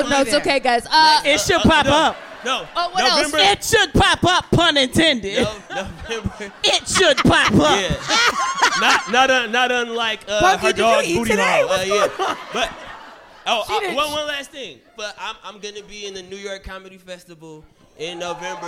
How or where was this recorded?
live audience